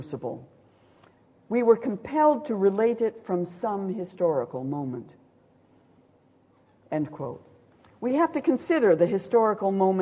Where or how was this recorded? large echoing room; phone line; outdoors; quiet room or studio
large echoing room